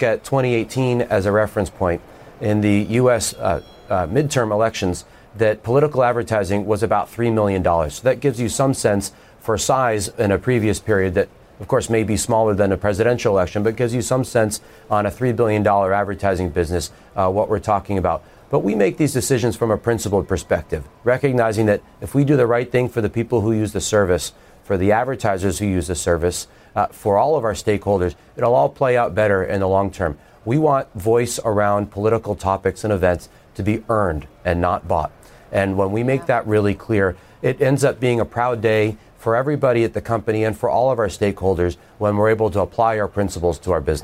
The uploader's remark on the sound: Live from The New York Stock Exchange.